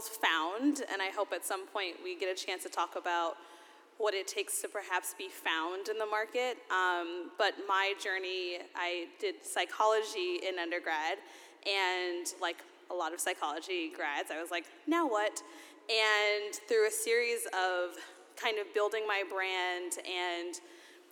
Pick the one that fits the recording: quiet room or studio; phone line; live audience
live audience